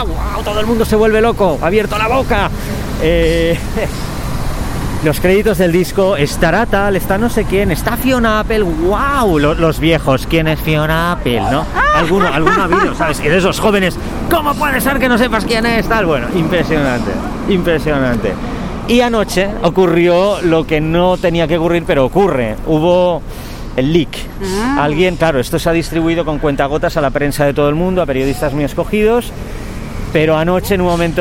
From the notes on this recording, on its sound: Walking and talking. Tras meses confinados, por fin nos encontramos en persona para grabar y brindar.